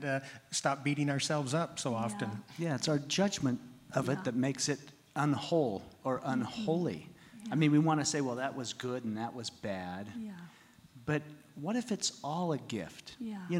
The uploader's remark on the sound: In this episode our amazing advisory board discusses wholeness at our LIVE event.